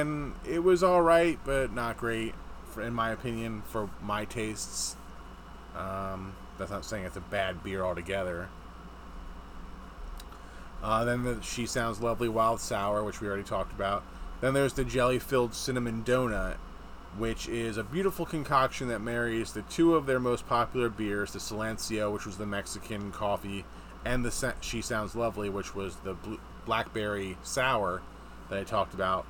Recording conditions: sounds in the background